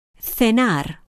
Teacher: in parts of Spain, the C before E or I and the Z are pronounced like the English th